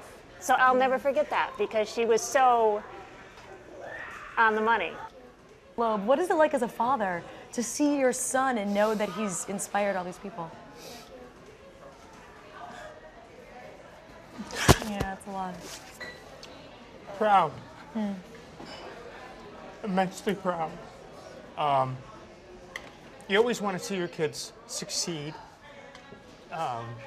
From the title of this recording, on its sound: Q&A with fans at the Sugar Factory in New York